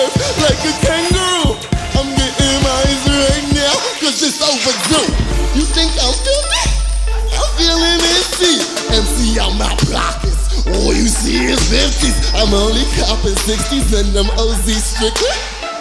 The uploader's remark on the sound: Live from SXSW